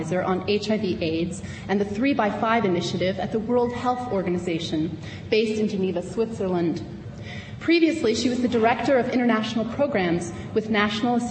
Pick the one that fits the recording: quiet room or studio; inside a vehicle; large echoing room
large echoing room